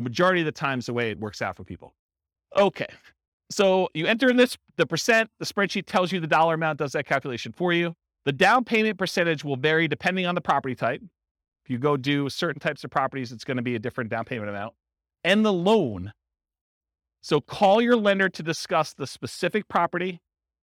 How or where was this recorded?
live audience